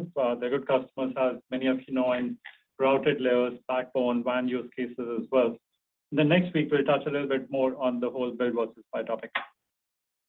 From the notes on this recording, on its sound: Q3 2023 Earnings Conference Call & Webcast of Arista Networks, Inc.